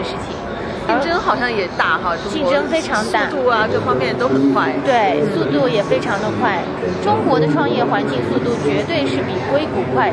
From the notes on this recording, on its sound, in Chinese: 在1月8日-11日的 CES全球电子消费展上。我在 AstroReality的展位上现场采访了她。